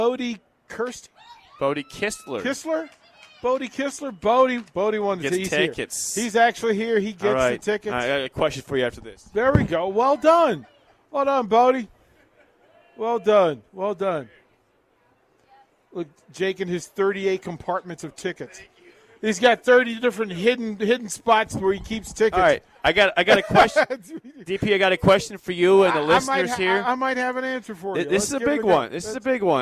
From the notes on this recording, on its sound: Live from Barry's